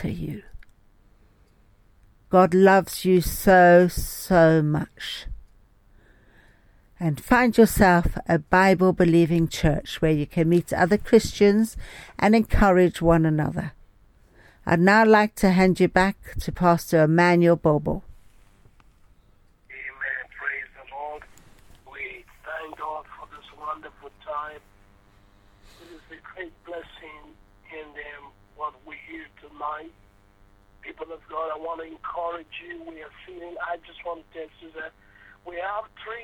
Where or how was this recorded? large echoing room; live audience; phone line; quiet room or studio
phone line